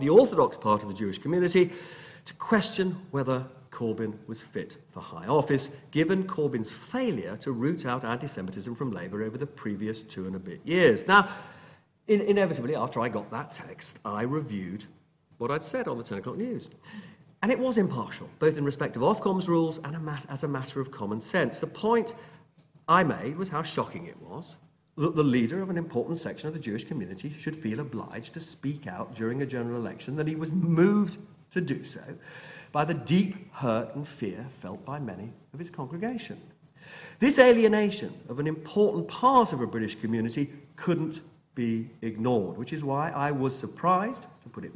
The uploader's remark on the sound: a recording of the Hugh Cudlipp lecture at City, University of London